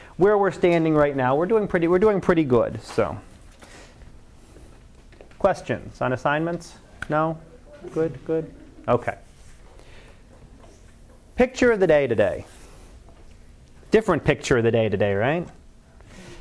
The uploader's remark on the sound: Live Class Lecture.